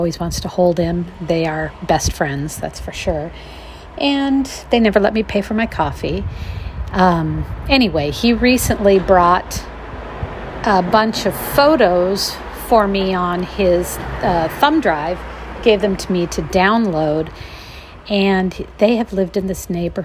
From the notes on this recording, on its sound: Audio vignette featuring traffic. The defunct sardine cannery.